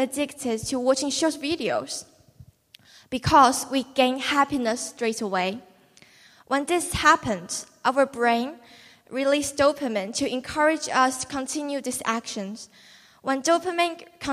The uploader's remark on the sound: The new WellingTEN assembly performances recorded in the theater on the 22nd of October 2021.